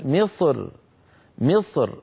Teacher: فيرقق الراء من أجل الكسرة التي على الميم